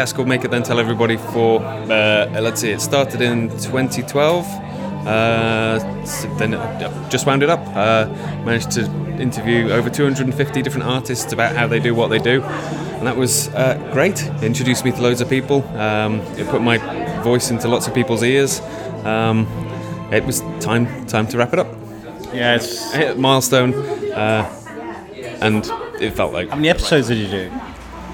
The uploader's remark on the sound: Belle Vue Arts Festival Opener 2023. We cover the open evening of the exhibition at Mrs Jones Gallery in Coleham. Held on the side on the river at the end of the Greyfriars Bridge, there was sunshine, music, activities and pants.